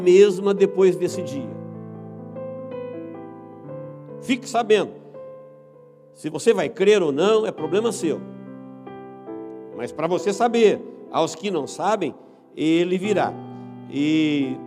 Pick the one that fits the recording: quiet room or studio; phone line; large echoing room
large echoing room